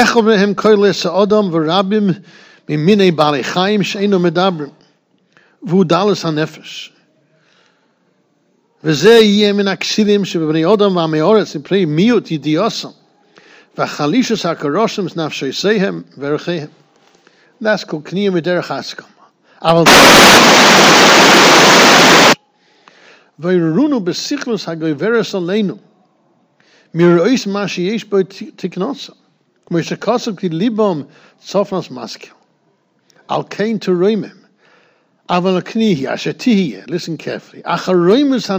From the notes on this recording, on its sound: Shiur recorded in Yeshivas Ohr Reuven, Monsey, NY